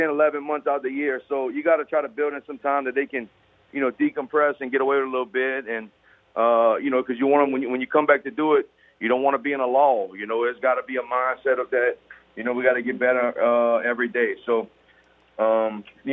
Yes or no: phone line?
yes